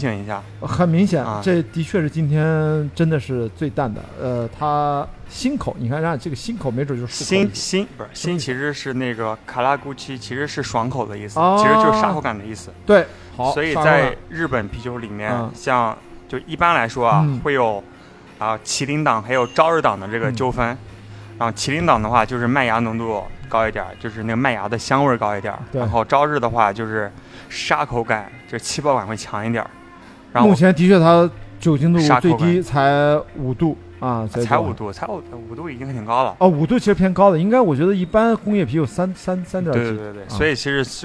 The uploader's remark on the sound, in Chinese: 两人在上海浦东区的同派酒店大堂餐吧的圆桌上，就边喝边聊。同样一刀不剪，可能听到最后，已经能感觉出我俩已经开始大舌头了。